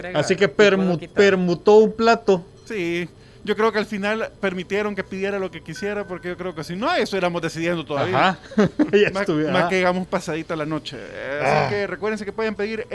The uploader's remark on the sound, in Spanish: nos llamo por teléfono